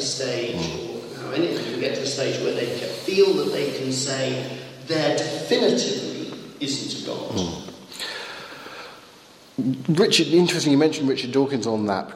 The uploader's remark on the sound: Lecture with Q&A delivered at St. Leonard's Church in Eynsham.